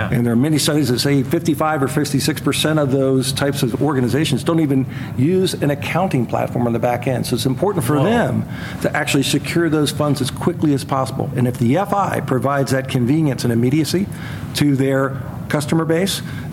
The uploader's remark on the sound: LIVE FROM MONEY 20/20